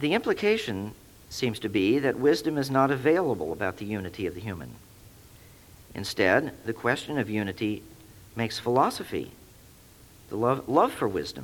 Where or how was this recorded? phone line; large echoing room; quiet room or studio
large echoing room